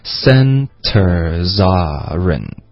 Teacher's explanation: Okay.就是 centers aren't 怎么连读？所以这两个字 centersaren't，这是两个字的连读，aren't 要连到 centers 后面这个 z 的音，所以它就发成 centersaren't。